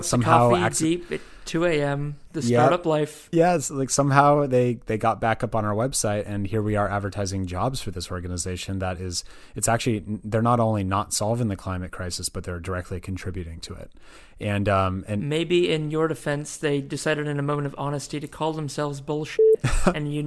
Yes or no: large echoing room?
no